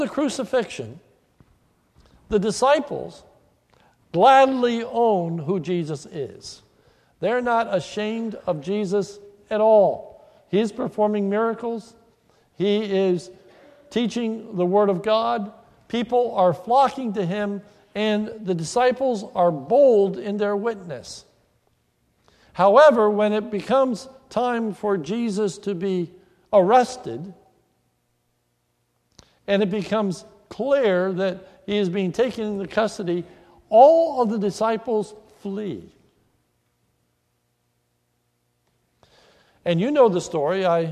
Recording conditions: large echoing room